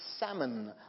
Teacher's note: S-A-L-M-O-N in English is a fish, which is salmon. The L is silent.